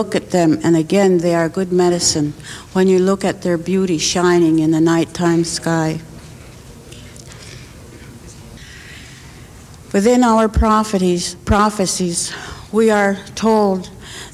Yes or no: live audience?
yes